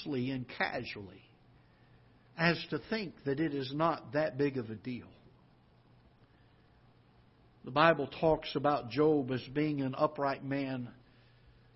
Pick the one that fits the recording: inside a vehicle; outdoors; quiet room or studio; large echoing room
large echoing room